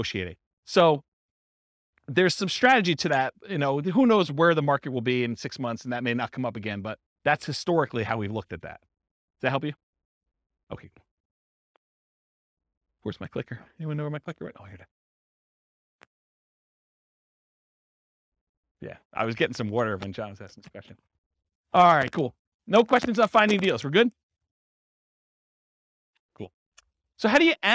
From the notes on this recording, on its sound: This was a live class recorded